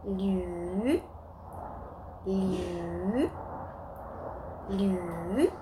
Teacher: link the L and the U together. Liu, and give it a third tone.